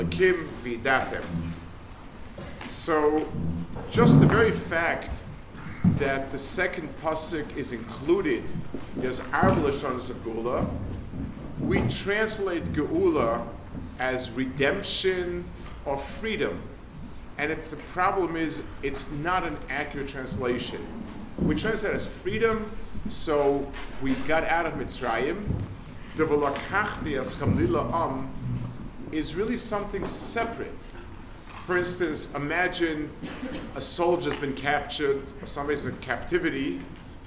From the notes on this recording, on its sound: Delivered at Hasmonian High School, London.